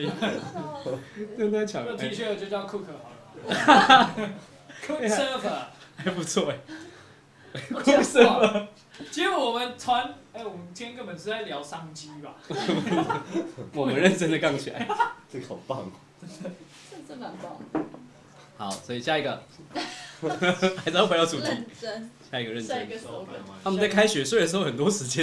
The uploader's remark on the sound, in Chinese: 台東浪人槓起來之夜！這一集的收音不是很專業請大家多包涵。在結束一天逐浪的晚上，在民宿的桌上大家一起閒聊一些衝浪技巧、衝浪經驗。